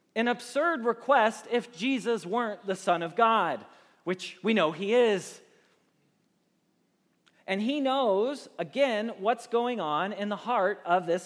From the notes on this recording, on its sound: Message Preached at Valley Creek Church